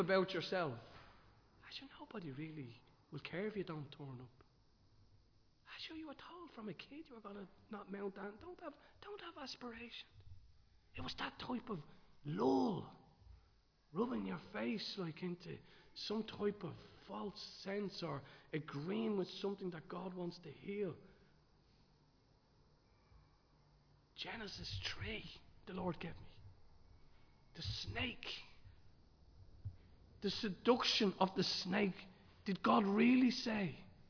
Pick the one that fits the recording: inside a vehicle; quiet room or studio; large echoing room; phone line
large echoing room